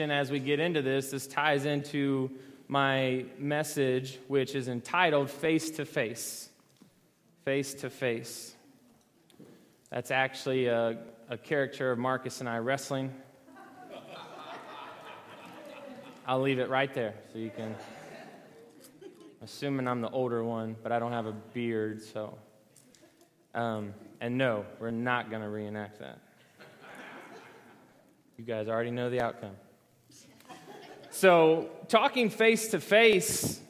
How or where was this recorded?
large echoing room